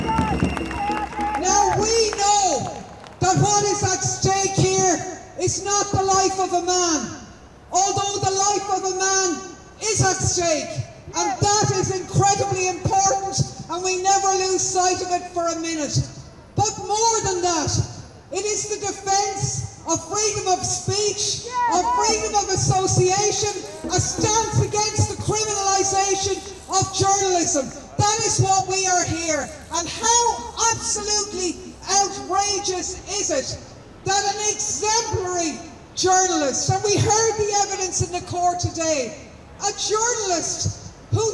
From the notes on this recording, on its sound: My address to the demonstration outside the Royal Court of Justice in London after the hearing yesterday evening.